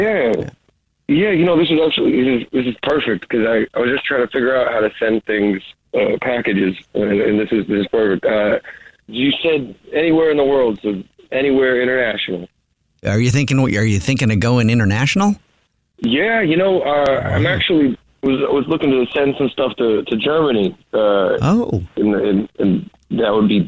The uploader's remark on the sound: War of the Roses is when someone calls The Jubal Show because they think that their partner is cheating so we call them offering services in order to catch them cheating. On the phone today.